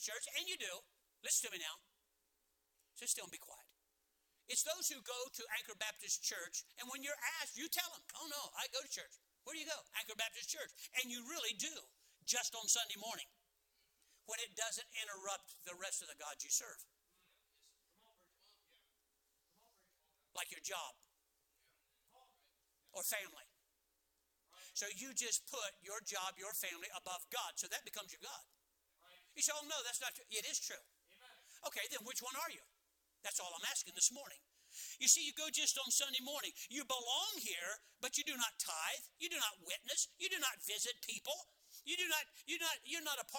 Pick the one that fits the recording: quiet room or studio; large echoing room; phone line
large echoing room